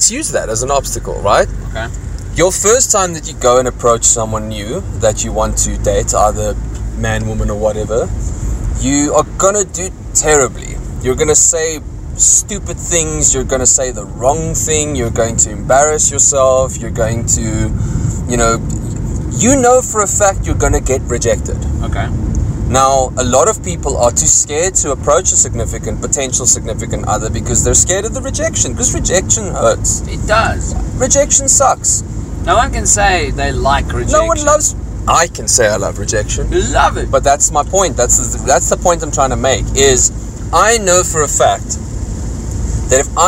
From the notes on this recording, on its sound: To experience the gloomy rainy Pretoria. This podcast was recorded in my car please excuse the rain and sound effects. We are on the go impromptu guys!